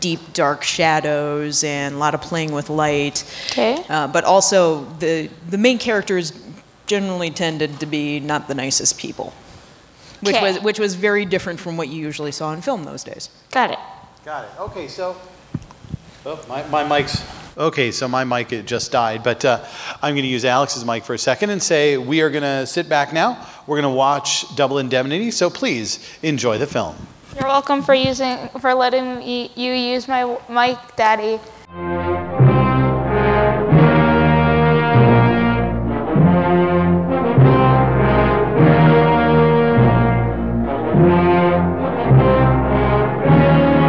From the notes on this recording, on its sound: our recording at Pepito’s